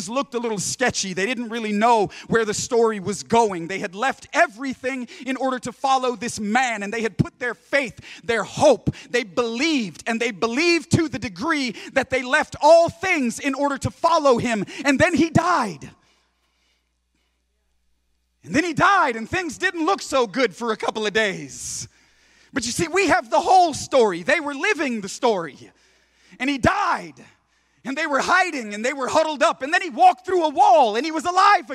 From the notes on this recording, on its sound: preaching for Converge Conference at Griffin Center Pointe Church in Griffin, GA.